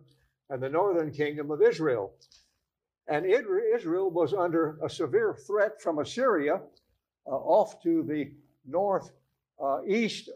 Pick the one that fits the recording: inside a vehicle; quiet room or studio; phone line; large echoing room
large echoing room